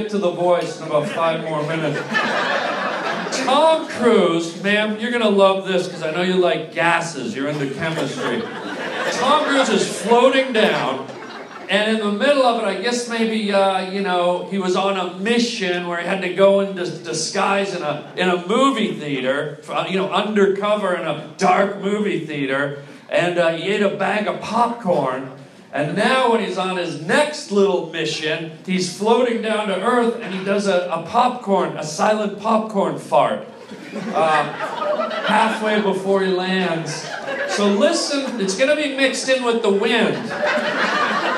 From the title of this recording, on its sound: LIVE stand up comedy